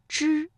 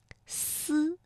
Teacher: 发之的时候舌尖是上翘的，是抵住了硬腭前部，之。而读发思的时候呢，舌尖是接近上齿背，这个气流是从窄缝当中挤出的 · Shown in: second take · ，思，之，思。哎，这个舌尖的位置啊是有变化的。那发音的过程当中呢，也提醒大家舌尖呢要灵活一些啊，这个气流呢也要连贯。比如说像读朝三，那我们就要准确的先发出之，然后再平稳过渡到思。朝三暮四，萃取文辞意韵，感悟智慧哲思，诗词歌赋，鉴赏鉴赏，倾听倾听。港好普通话，欢迎大家来到鉴赏倾听环节，那今天的节目一起来聆听一下余梦令作的《雨疏风骤》，它是宋代 · Term: 平舌音, 卷舌音